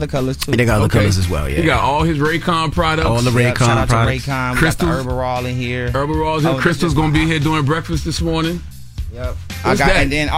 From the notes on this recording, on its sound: we open our phone lines